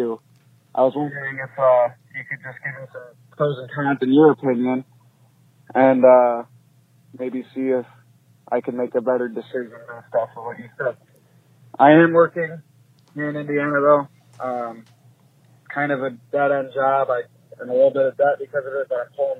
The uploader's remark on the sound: A really tall guy called in and wonders if he's doomed...forever.